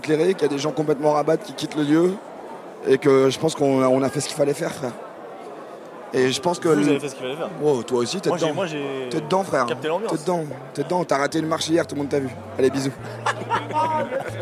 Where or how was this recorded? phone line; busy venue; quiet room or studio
busy venue